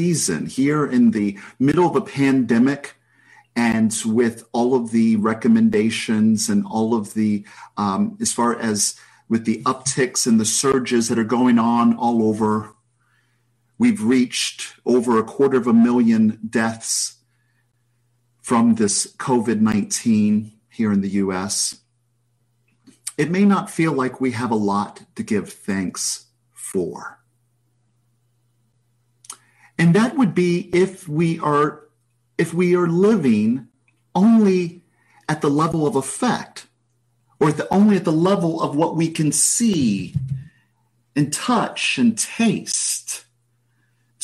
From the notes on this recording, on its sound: This message was delivered at Concordia Center for Spiritual Living